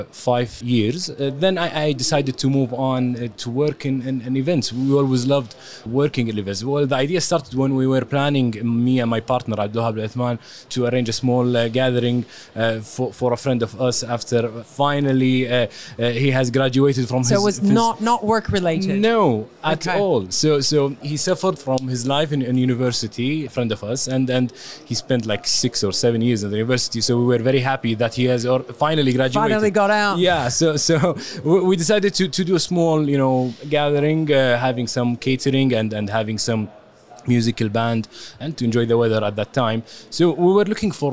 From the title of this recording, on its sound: Live from SES